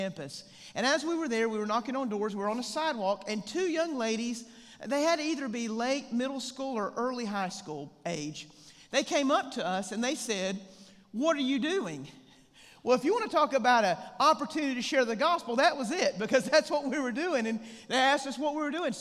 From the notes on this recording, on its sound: The 2023 Evangelism Conference at First West, West Monroe